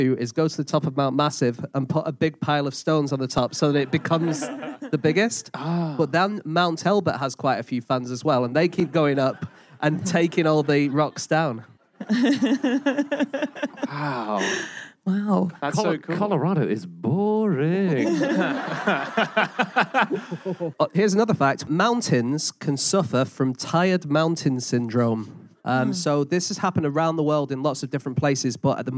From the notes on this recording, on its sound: Live from Cardiff